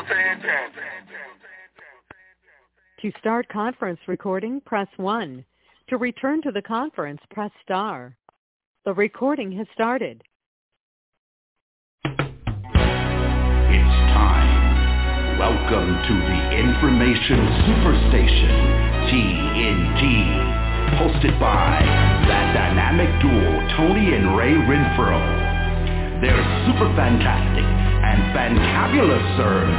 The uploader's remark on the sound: TNTSuperfantastic Conference Call